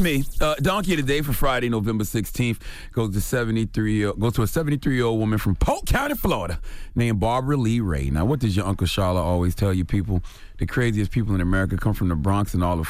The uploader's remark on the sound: we opened up the phone lines